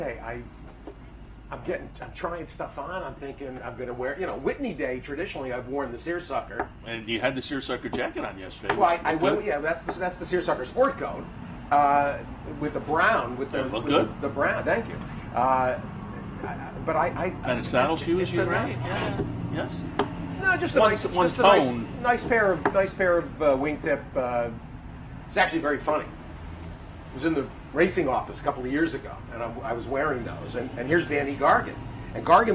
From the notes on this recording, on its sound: live from Saratoga Race Course